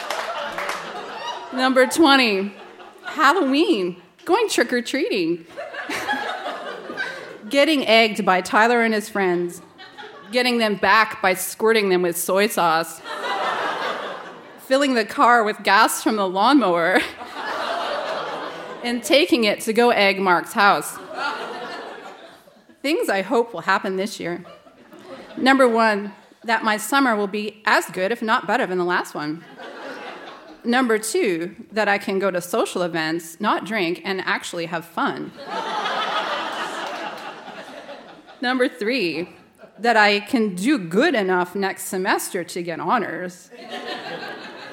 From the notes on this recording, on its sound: Recorded live at Charlotte Street Arts Centre in Fredericton.